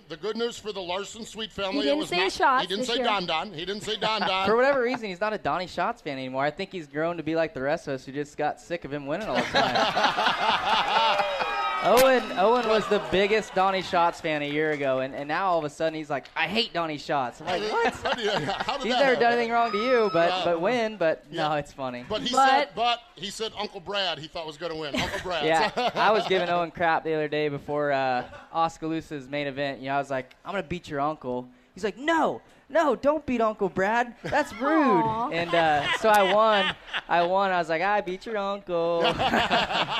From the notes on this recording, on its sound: Winged Nation Live from the 5-hour ENERGY Knoxville Nationals